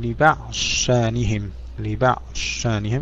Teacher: وضاد لبعض شأنهم مدغما تلا، هنا نقول لبعض شأنهم، لبعض شأنهم، إذن الضاد تدغم في الشين